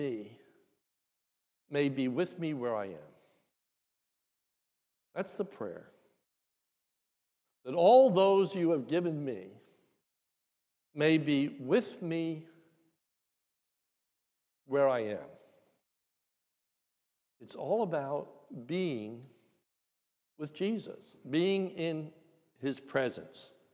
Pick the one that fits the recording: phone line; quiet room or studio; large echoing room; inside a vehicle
large echoing room